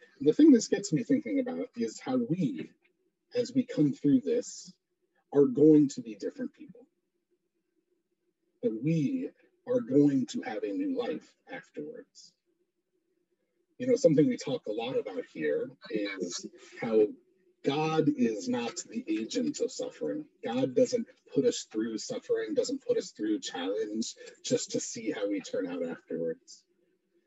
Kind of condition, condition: fault, poor sound quality